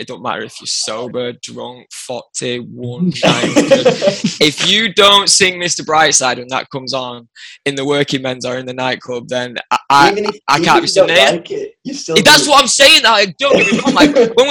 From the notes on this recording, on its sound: Recorded on Zoom.